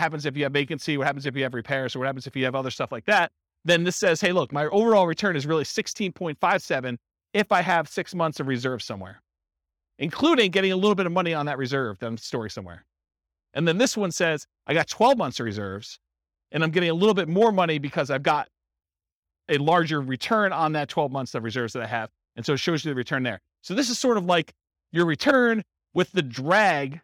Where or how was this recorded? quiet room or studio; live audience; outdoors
live audience